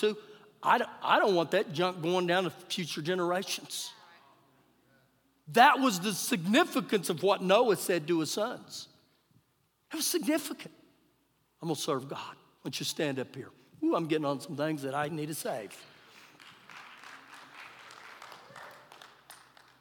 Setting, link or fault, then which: setting, live audience